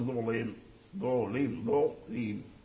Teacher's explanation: ترقيق اللام، لأن اللام مكسور وأيضا الضاء مضموم، والشرط فيه أن يكون مفتوحا أو ساكنا فيما يخص الضاء، فيكون يعني فقدت الشروط، شروط التفخيم مفقودة في ظلمة، فيكون بالترقيق.